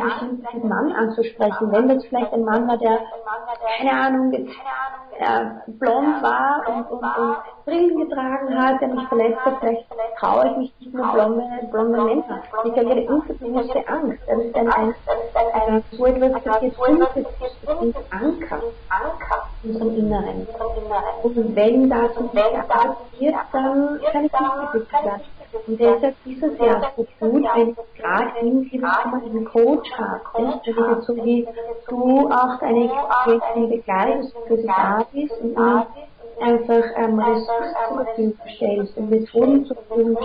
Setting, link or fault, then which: fault, poor sound quality